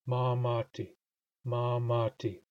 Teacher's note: in ma-mati, there is continuous flow of breath up until the T, which has a brief moment of silence